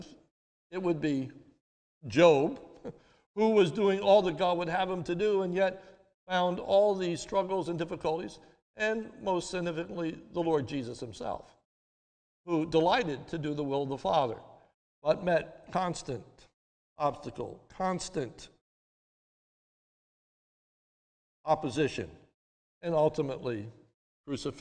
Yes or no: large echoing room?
yes